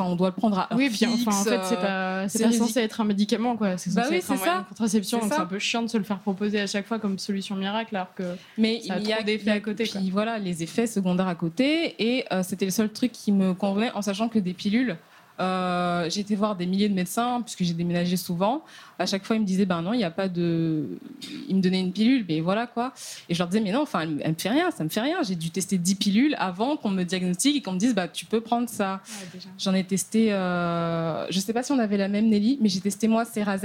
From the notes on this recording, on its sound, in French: Pour l'occasion, nous vous avons préparé cet épisode enregistré en direct, au bar Le Charlie à Paris, dans le cadre de l'après-midi de live organisé par notre label Podcut.